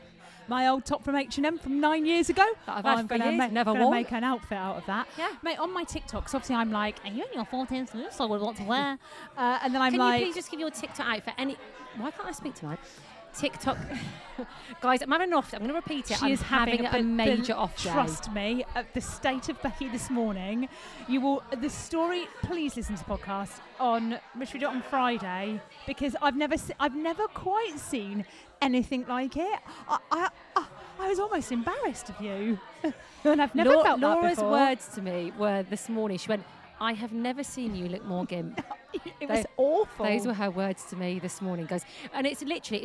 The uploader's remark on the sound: We are live form The Maynard with an audience!